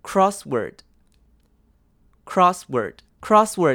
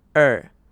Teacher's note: 后面的 OR 是卷舌的 R